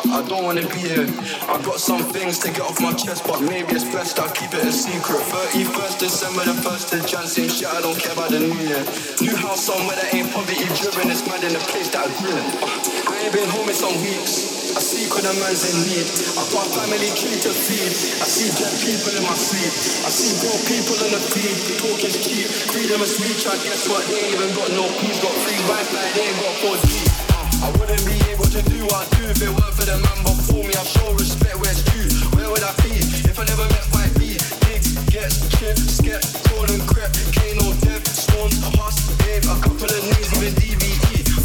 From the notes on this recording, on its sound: live from Elrow at The Drumsheds, London